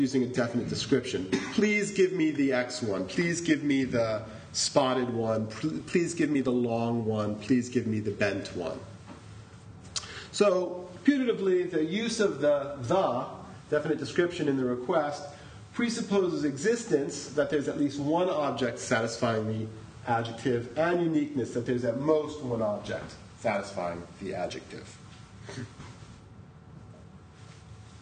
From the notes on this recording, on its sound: This is a recording of the workshop. Senate House, Chancellors Hall.